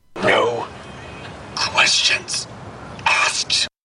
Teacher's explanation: dropping the K twice